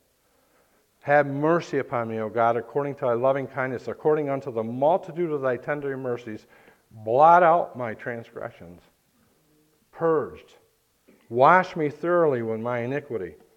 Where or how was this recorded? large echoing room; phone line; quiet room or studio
large echoing room